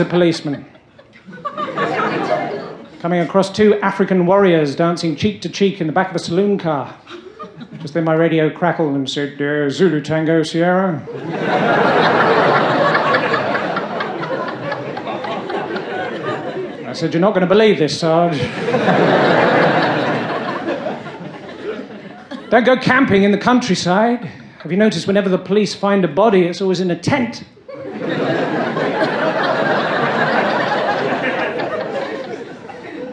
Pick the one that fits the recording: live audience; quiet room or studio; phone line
live audience